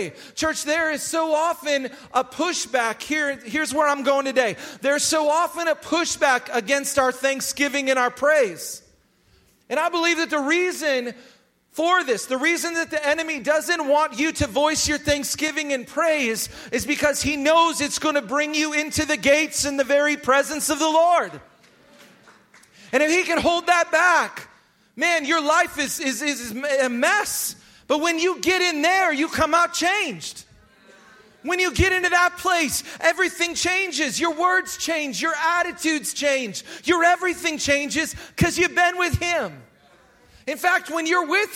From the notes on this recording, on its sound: Recorded live at Hope Church in Springfield, Mo.